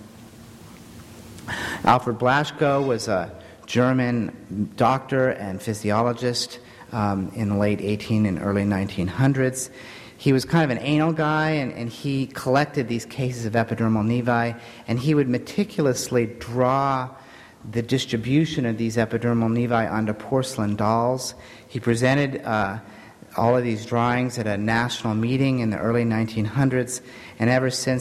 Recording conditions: live audience